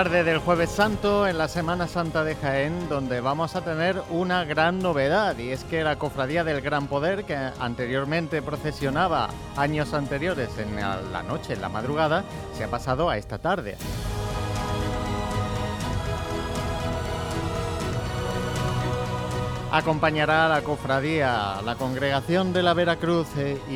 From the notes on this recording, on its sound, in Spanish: Retransmisión en directo del Jueves Santo en Jaén en el año 2023.